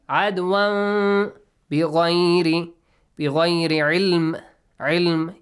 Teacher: You change the sound of تنوين ن to م، but hide meme sound. · Term: إقلاب